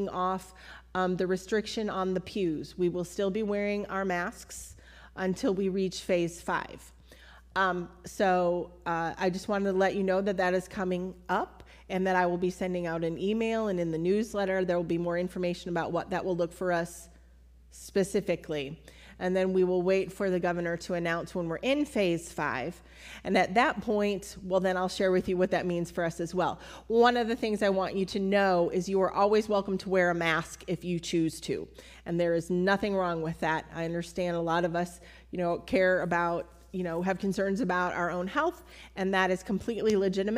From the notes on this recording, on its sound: Recorded at Altamont First United Methodist Church